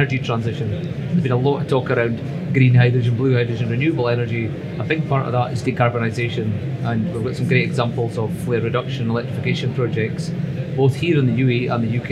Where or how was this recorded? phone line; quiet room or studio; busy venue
busy venue